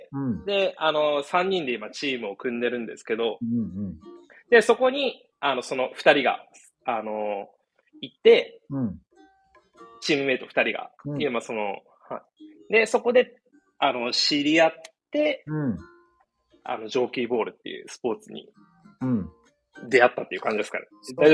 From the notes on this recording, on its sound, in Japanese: コラボ収録。少し聞き辛くてすみません。